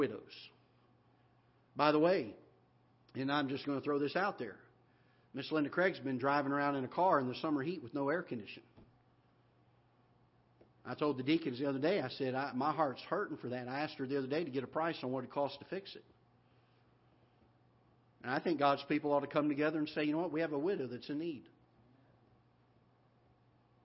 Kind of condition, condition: setting, large echoing room